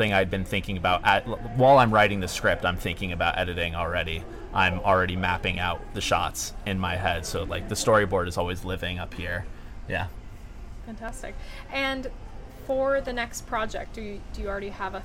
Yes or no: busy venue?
yes